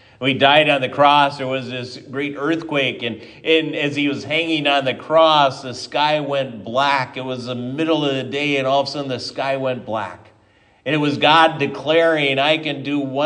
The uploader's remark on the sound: Given at Triumph Lutheran Church, Ferndale, Washington